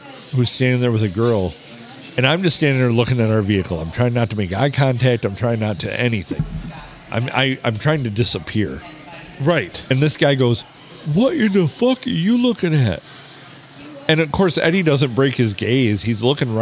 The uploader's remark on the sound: Recorded at the Stumble in Minden.